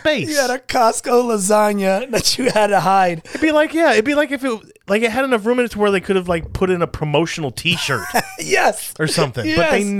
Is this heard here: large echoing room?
no